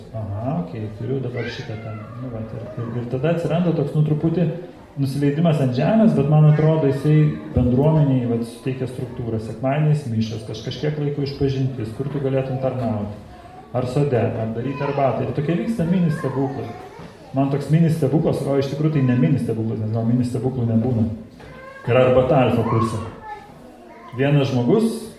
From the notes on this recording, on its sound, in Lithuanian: Įrašas iš Šeimų festivalio